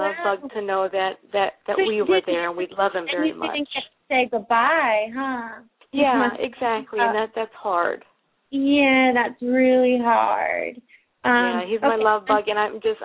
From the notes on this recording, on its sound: open up the lines for listeners to call